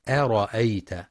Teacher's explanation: يخطئ بعض الطلاب فيقرأ أرأيت بتفخيم الهمزة، والصواب ترقيقها أرأيت، فلا يقرأ أرأيت.